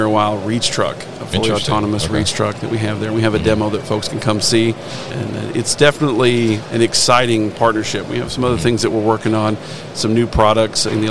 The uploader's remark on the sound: CLARK Material Handling at MODEX 2022